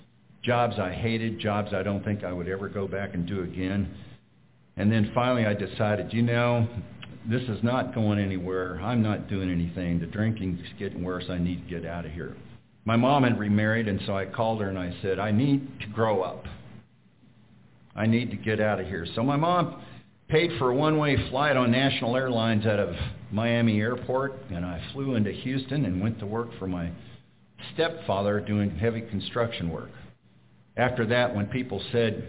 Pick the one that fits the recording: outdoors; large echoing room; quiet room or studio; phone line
large echoing room